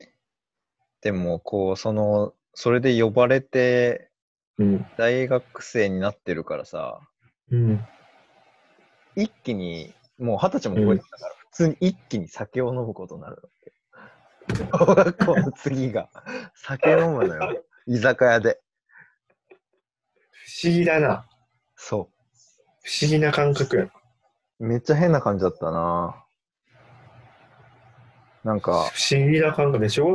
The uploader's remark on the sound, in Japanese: リモート録音なので音質はそこまでよくありません。